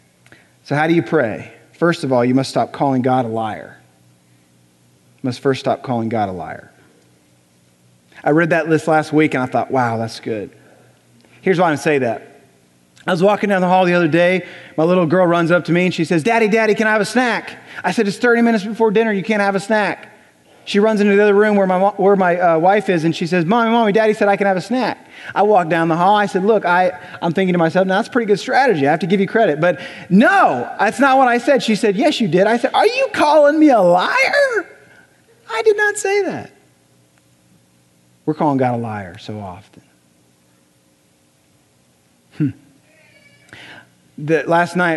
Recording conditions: large echoing room